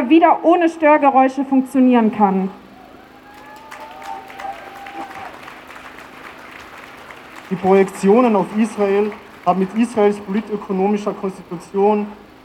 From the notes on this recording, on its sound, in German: Kundgebung in Wien am 15. Mai 2021. Auf der Demonstration kam es zu massiven antisemitischen Sprechchören.